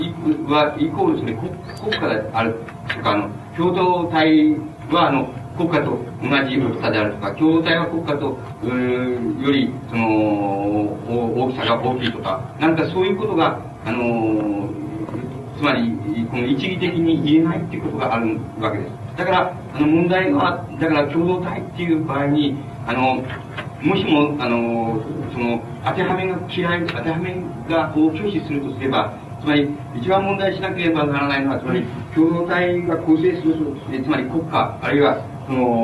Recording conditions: background noise